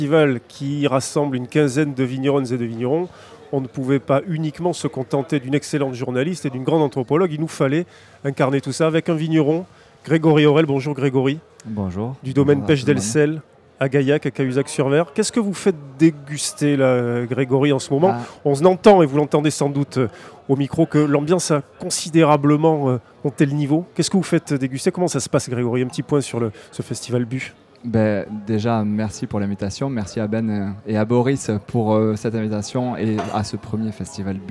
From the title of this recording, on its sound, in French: En direct du festival BU